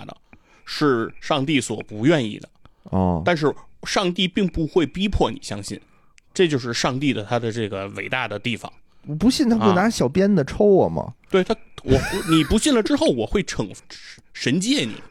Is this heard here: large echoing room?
no